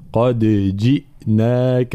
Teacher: لابد من تحقيق حركة الكسر هنا مع قلقلة الدال